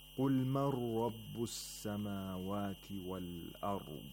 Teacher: we don't pronounce the Nun Sakina at all. Instead, the Nun merges into the next letter, which is Ra, and makes it Mushaddad. · Term: idgham bila ghunna